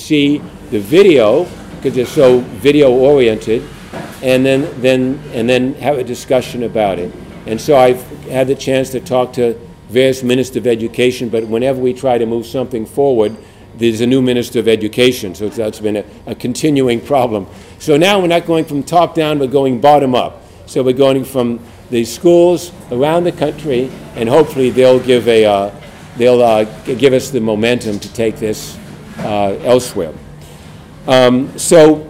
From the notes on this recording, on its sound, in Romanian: Înregistrare live de la conferința de presă.